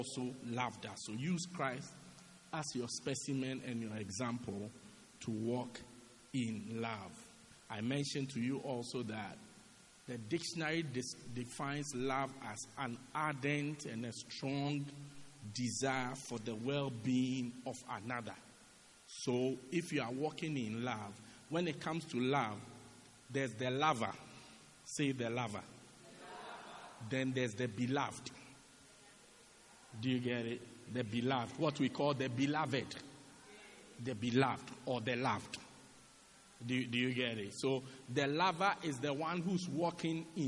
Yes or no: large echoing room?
yes